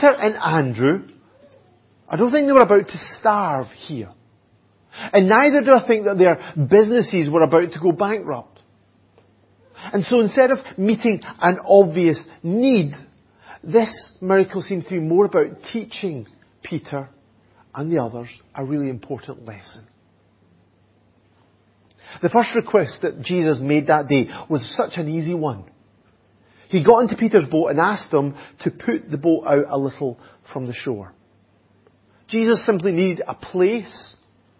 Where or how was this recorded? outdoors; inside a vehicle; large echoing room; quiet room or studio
large echoing room